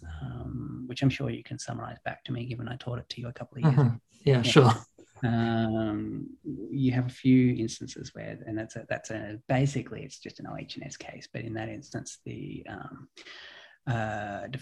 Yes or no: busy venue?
no